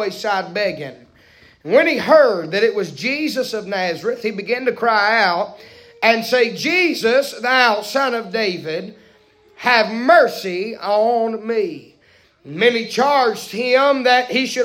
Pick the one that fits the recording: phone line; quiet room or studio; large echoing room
large echoing room